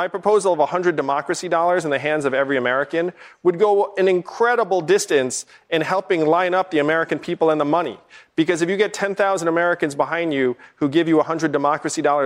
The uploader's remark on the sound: Questions from voters in New Hampshire during a live town hall.